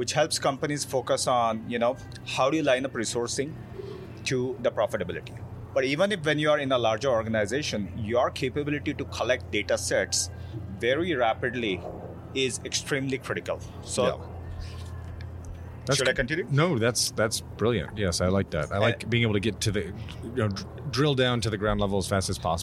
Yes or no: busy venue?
yes